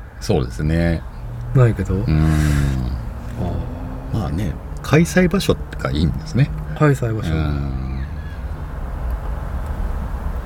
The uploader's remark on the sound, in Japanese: 屋外収録